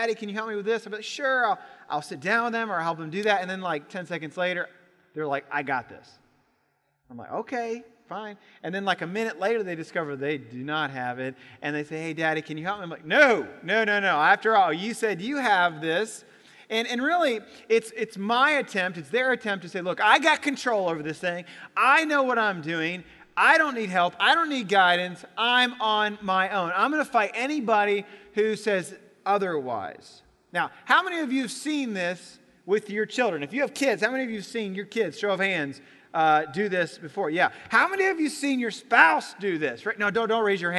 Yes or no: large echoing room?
yes